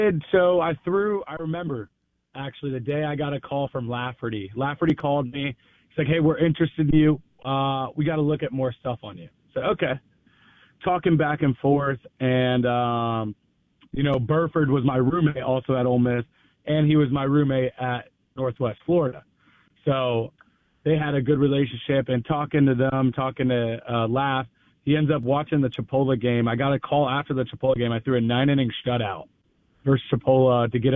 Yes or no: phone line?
yes